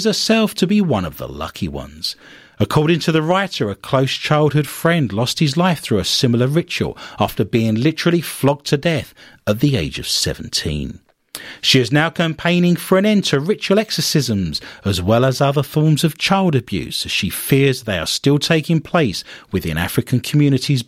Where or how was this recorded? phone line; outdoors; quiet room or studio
quiet room or studio